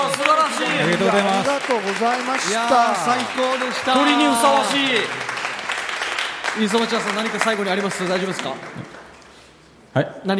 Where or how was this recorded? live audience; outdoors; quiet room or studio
live audience